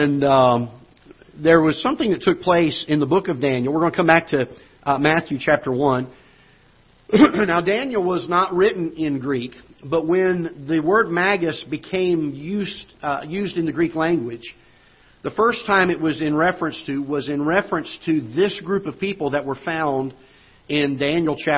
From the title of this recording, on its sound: Ketha Heights Baptist Church ~ Live Broadcast